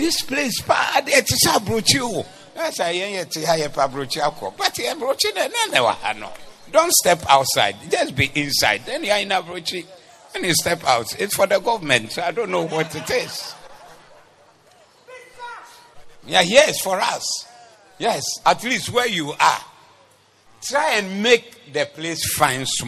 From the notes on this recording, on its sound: Preached at the Zeloo Service